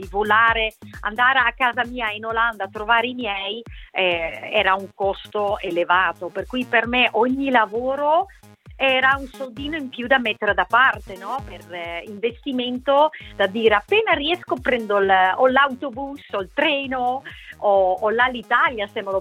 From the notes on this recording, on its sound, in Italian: In diretta su Radio Tausia. E' intervenuta telefonicamente in diretta nel Chicco Sound Show.